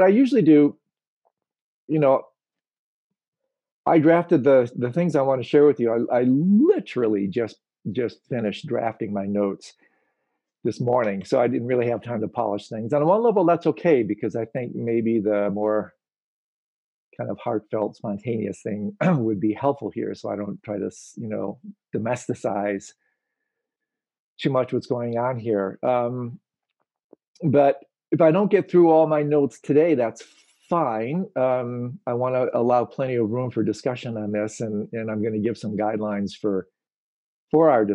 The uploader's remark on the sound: Virtual Hangout